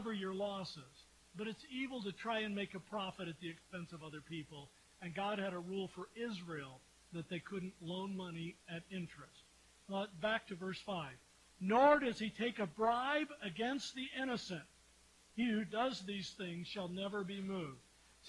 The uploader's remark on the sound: We apologize for the quietness and lower sound quality of this episode. Due to equipment failure, we weren't able to record the audio directly and had to pull the audio from our live-stream video recording.